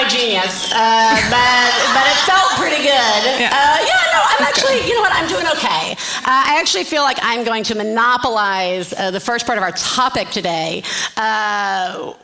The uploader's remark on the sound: Live From San Francisco! Our live show from San Francisco (May 2017).